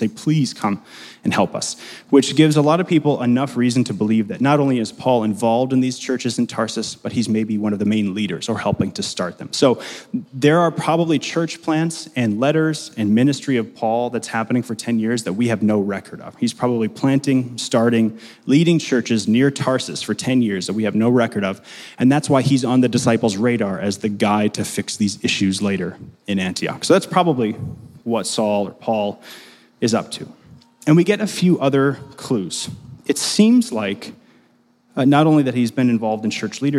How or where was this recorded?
large echoing room